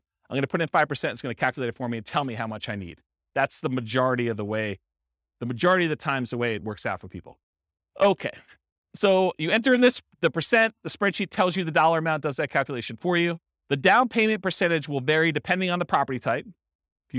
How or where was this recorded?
live audience